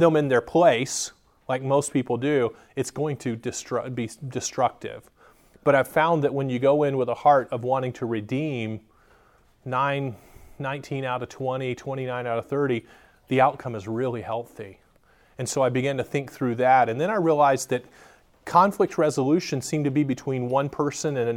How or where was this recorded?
large echoing room